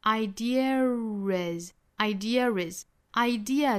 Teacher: idea 和后面的 is 这里面也是两个元音碰撞了、所以要加 r idea is idea is idea 这个词本身是 schwa sound 结尾的是一个弱元音 a 结尾我们说到单